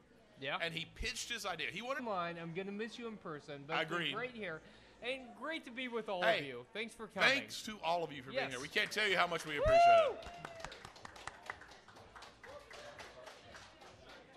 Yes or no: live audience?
yes